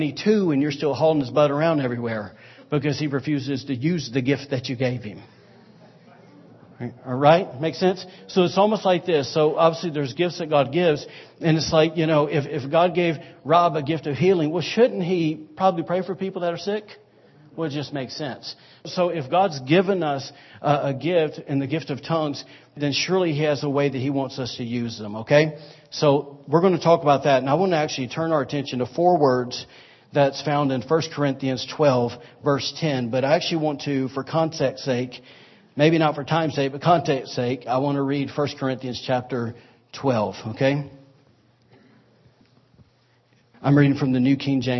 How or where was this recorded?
large echoing room